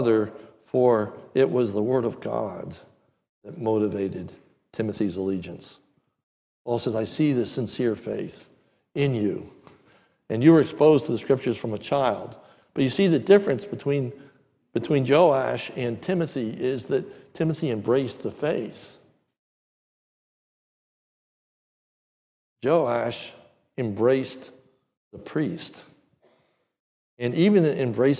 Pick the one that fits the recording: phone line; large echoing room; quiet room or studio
large echoing room